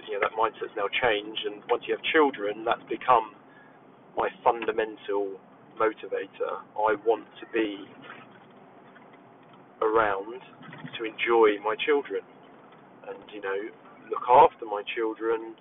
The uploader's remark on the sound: This is simply a test episode, no planned structure or content, just a 20 minute stream of consciousness while driving.